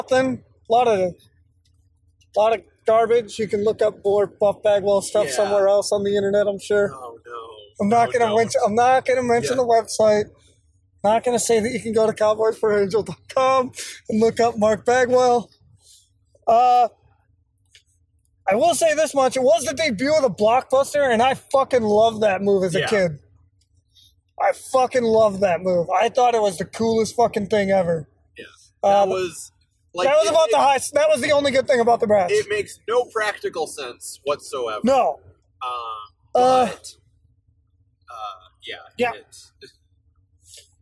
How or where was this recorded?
inside a vehicle